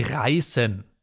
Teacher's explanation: Reißen hatten wir gerade schon als Beispiel, da ist ein Diphthong dabei. Wir haben aber trotzdem stimmloses S.